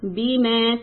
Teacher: Bima, so I emphasize ba more than I emphasize meem.